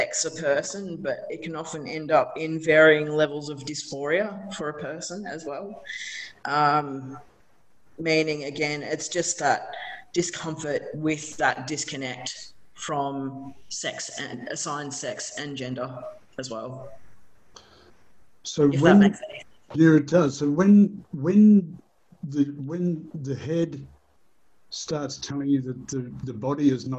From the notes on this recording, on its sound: Today we are having a couple of back-to-back chats, via Zoom.